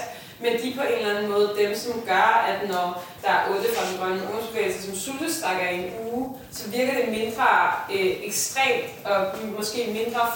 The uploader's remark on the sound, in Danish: Dette afsnit af Den Grønne Frekvens er en liveoptagelse om aktivisme fra vidensfestivalen GRASP fra oktober 2022.